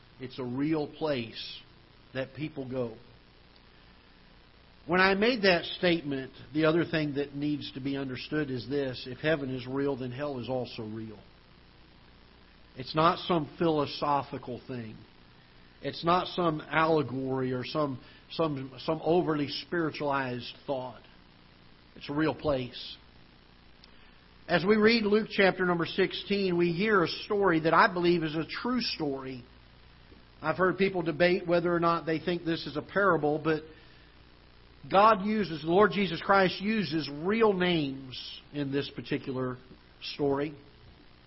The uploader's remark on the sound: Ketha Heights Baptist Church ~ Live Broadcast